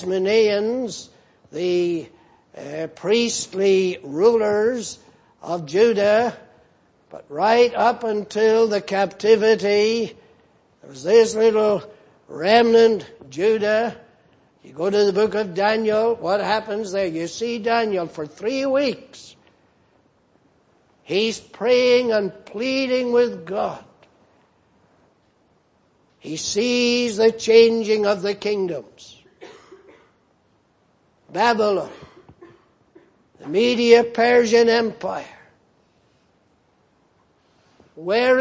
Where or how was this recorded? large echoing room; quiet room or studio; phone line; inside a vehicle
large echoing room